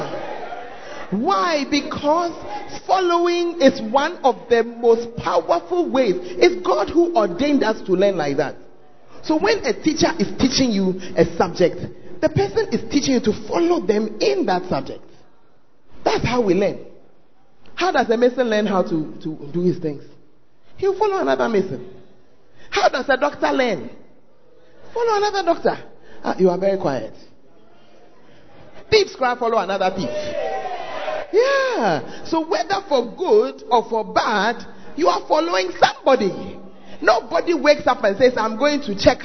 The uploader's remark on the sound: Preached At The Firstlove Centre, Ayeduase (Gathering Service)